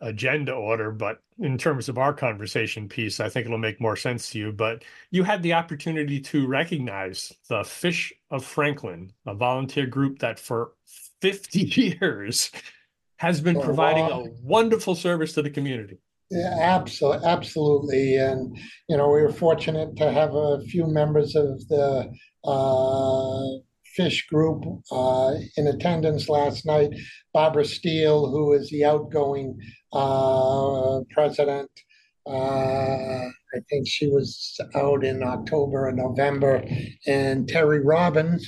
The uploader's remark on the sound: We had our conversation via the Zoom Conference Bridge